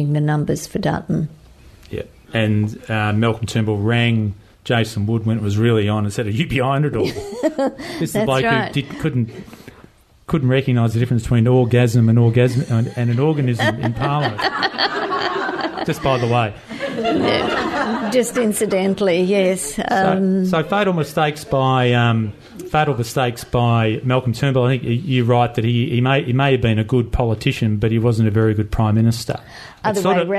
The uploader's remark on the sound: My Bookshop for a special LIVE recording of The Book Pod.